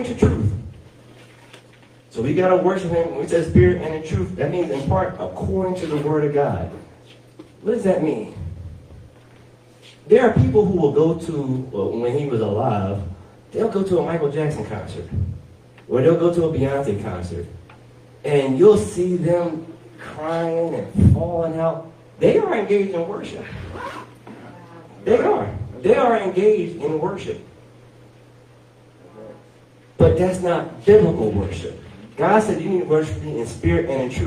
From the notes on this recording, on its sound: Sermon audio from Heart of Praise and Worship on September 17, 2023